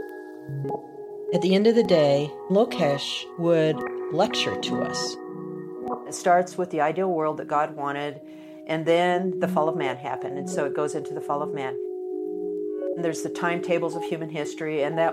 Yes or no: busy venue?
no